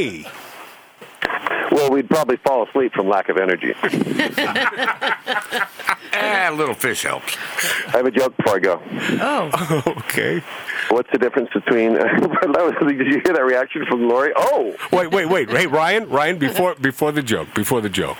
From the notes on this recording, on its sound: Enjoy this surprise phone call from one of the funniest guys in the business.